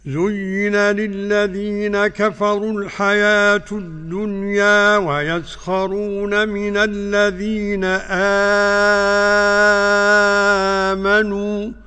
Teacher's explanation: برواية ورش عن الإمام نافع المدني بمد البدل 6 حركات